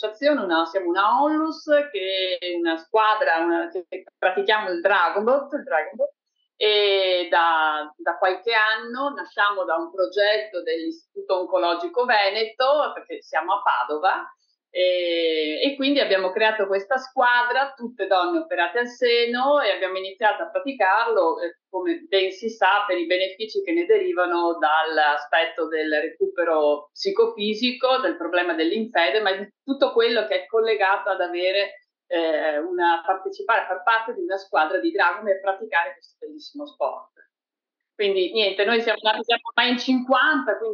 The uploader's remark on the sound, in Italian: Ci scusiamo per la qualità audio del collegamento